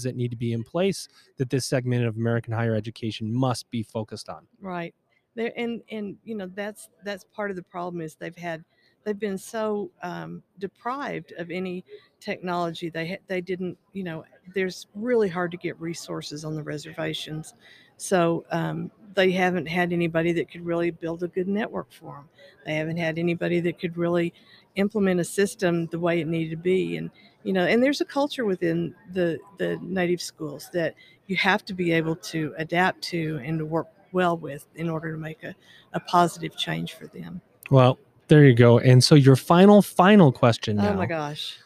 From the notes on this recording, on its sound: Live from Ellucian Live 2022. Recorded LIVE & in-person at the Ellucian LIVE Conference 2022.